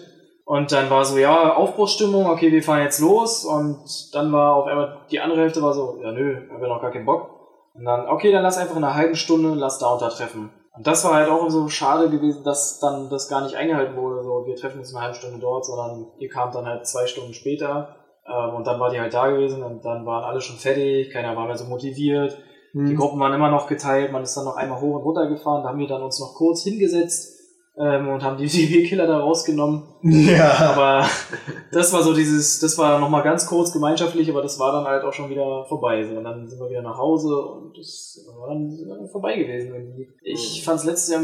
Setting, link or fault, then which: fault, poor sound quality